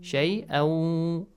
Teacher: You got to produce a nasal sound now. For two counts. · Term: idgham with gunna